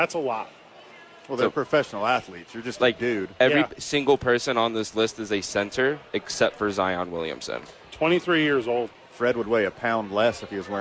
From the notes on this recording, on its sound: live from Isotopes Park!